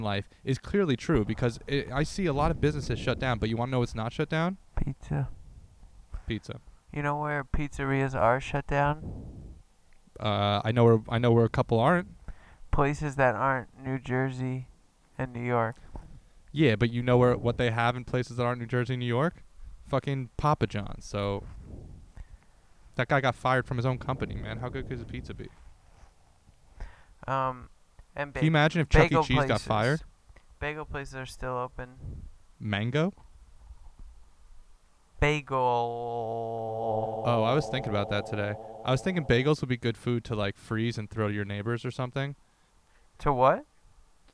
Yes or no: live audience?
no